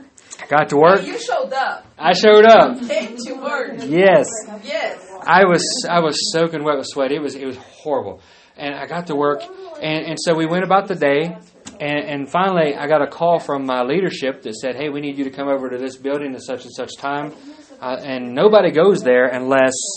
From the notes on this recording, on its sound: Live service. At Great Plains Apostolic Church in Lawton, OK.